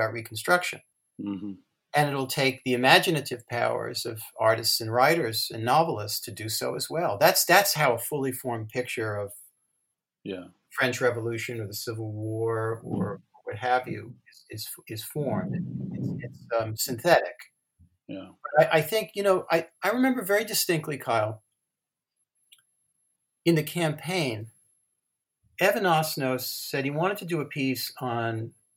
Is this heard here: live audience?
no